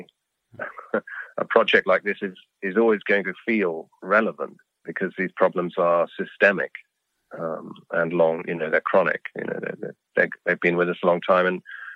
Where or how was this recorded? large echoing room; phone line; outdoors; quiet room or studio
phone line